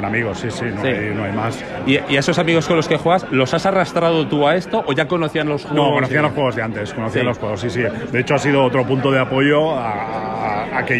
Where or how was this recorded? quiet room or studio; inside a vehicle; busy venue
busy venue